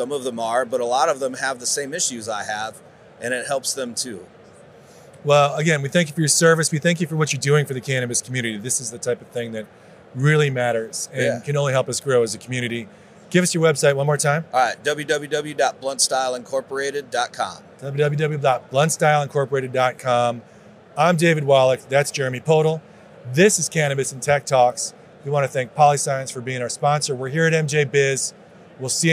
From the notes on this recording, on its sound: In this MJBizCon on-site interview